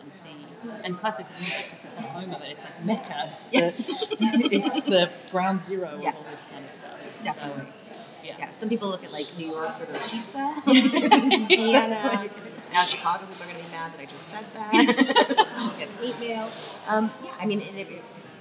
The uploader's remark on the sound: Taped in the Opera Cafe, we discuss life as an opera singer in Vienna.